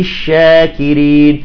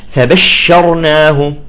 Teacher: الآن الشين، الشين من حروف التفشي، لا مو من حروف التفشي، الحرف الوحيد للتفشي، إذا هو الحرف التفشي، فيجب إذا كانت مشددة أن تشبع التفشي